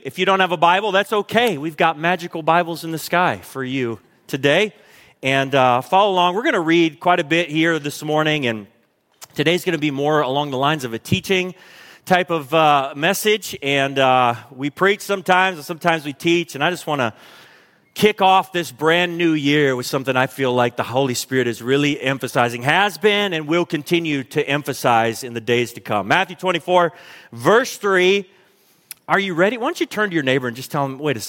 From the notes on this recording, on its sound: Recorded at Hope Church in Springfield, MO.